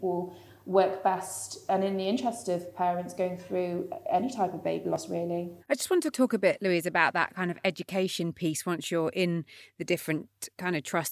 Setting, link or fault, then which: setting, busy venue